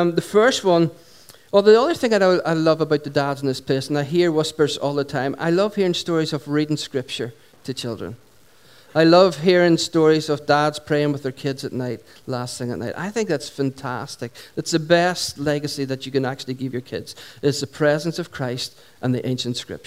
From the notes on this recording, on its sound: Recorded at 11:00am on 19th July 2016 at our Sunday Celebration at Dungannon Integrated College.